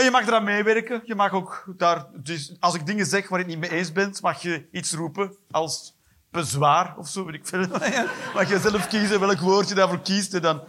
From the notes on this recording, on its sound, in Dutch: Live 1 Oktober 2023, Toomler, Amsterdam.